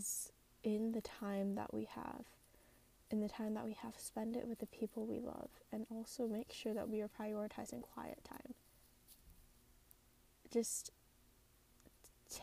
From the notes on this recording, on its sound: An unedited episode today; bit of background noise but a raw conversation.